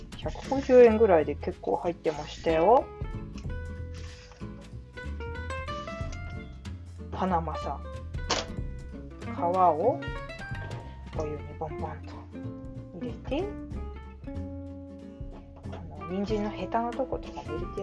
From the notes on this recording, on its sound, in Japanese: 料理しながら録音。録り忘れていたので夜ごはんを作りながらの収録に挑戦。鳥もつ煮を作っています。